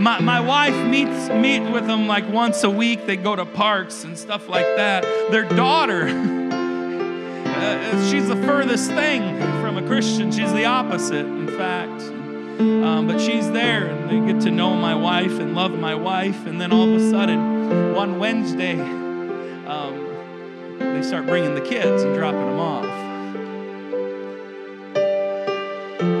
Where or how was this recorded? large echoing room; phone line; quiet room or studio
large echoing room